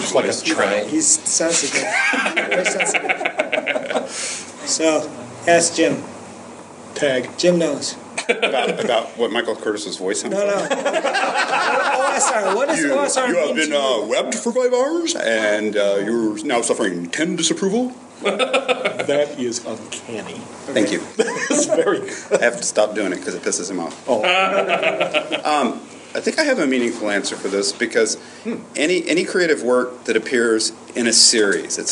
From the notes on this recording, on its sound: Panel at U-Con.